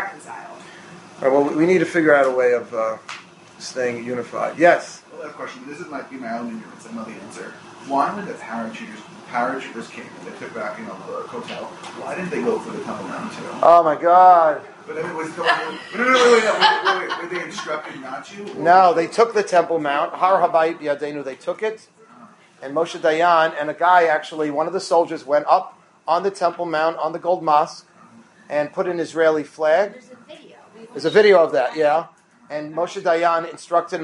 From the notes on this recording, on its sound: full class delivered to his students